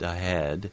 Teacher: the H in between the and the e is likely to be semi-voiced · Term: hooktop H